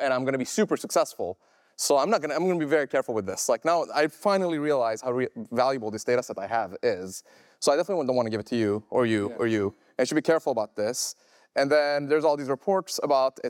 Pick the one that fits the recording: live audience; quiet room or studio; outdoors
live audience